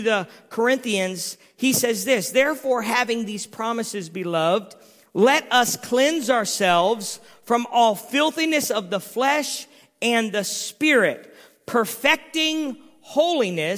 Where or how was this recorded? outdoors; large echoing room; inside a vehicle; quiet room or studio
large echoing room